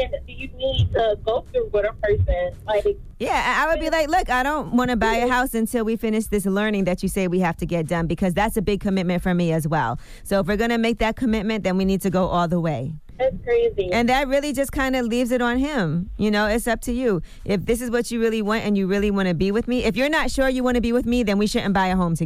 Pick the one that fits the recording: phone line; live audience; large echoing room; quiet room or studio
phone line